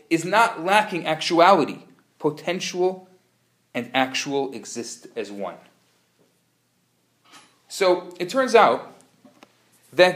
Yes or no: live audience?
yes